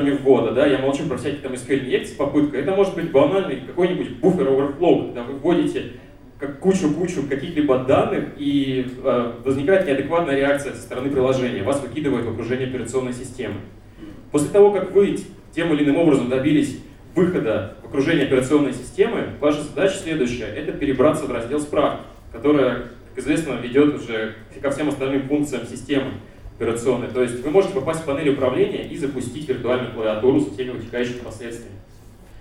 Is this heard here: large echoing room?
yes